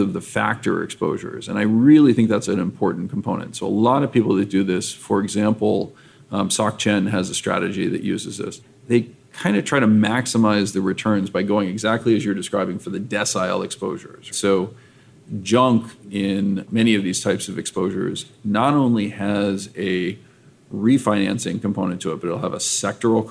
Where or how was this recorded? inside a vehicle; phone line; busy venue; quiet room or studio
busy venue